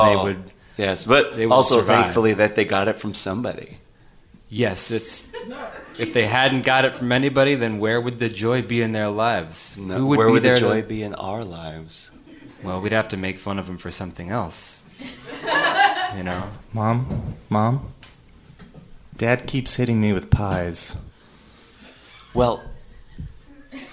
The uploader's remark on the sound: Improvised live in front of an audience